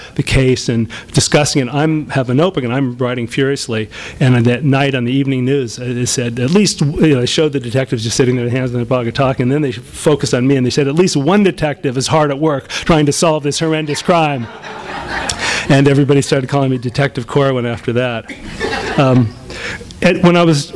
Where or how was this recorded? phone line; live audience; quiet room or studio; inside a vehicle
live audience